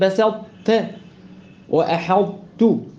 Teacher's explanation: الطاء مطبقه وايه التاء مستفله منفتحه، فصعب قوي، فبجيب الاطباق وادخل على التاء · Term: الادغام الناقص